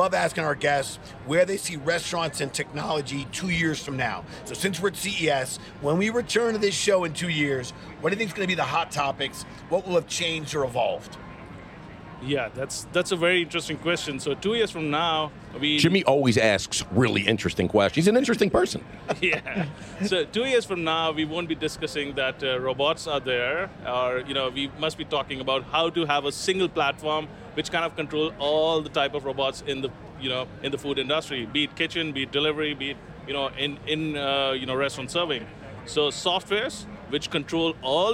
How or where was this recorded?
busy venue